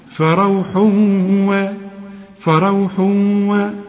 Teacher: التنوين اللي بعد واو اللي هو من حروف الإدغام، اوعى تنسى الغنة وكأن الواو عليها الشدة